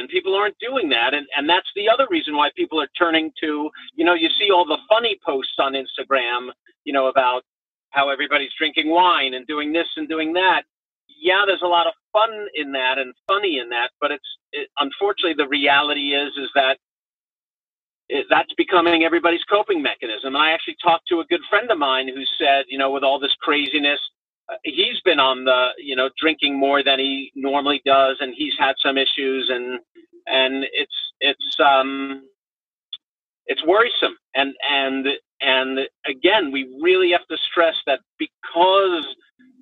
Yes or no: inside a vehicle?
yes